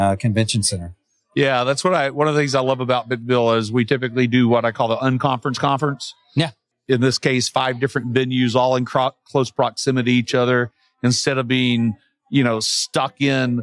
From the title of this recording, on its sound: NWA Tech Summit Live